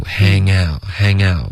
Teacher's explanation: 不要顶舌尖。OK，这是一个后鼻音的连读